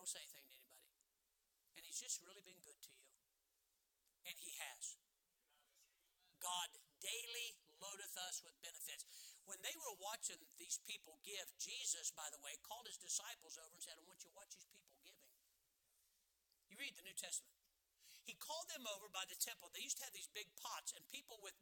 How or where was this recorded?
large echoing room